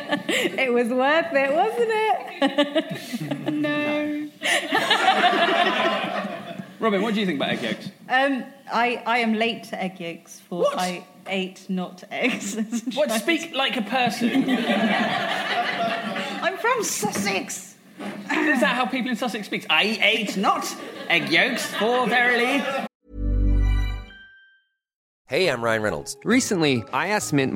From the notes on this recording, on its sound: LIVE FROM THE LONDON PODCAST FESTIVAL 2016. This special episode comes live to you from the London Podcast Festival.